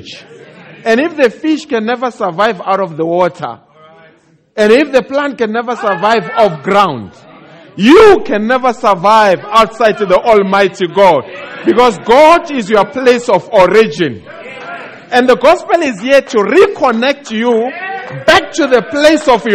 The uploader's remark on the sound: Preached At The Country Tabernacle